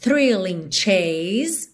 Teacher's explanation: Começa com th somzinho do TH lá na frente e volta já puxando no R. · Termina o som no S com uma carinha de Z, o E final não é pronunciado